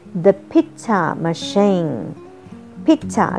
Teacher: pizza 高音在第一段, machine 高音在第二段